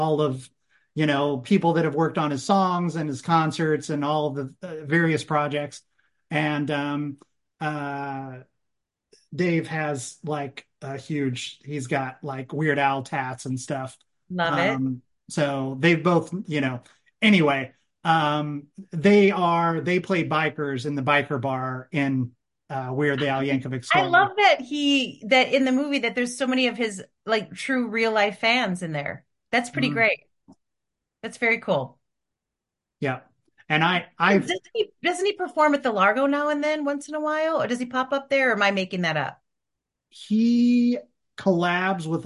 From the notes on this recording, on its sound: Recorded via Zoom